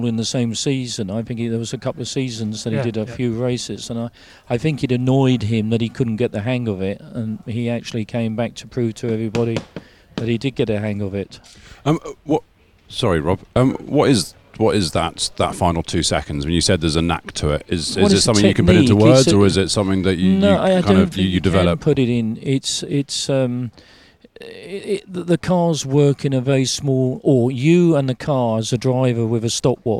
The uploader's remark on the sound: On Thursday afternoon at the Goodwood Revival, as teams were unloading transporters